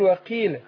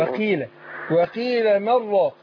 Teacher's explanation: هنا القاف مكسورة تاخد أدنى درجات تفخيم